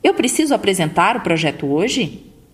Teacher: essa entonação ascendente no começo e fim de frase indica uma entonação de pergunta